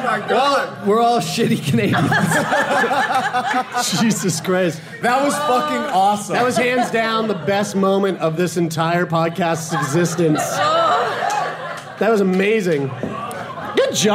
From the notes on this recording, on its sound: Enjoy one of our favourite LIVE shows of all time from Squamish, BC.